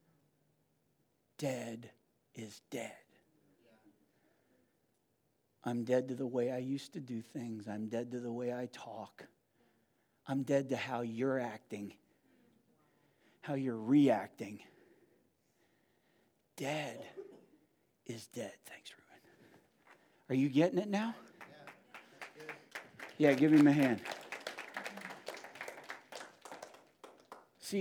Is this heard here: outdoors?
no